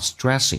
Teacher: tr 可以发成 dr， s 后面要进行浊化